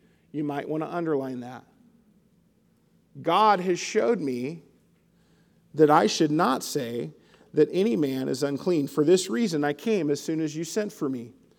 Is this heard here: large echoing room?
yes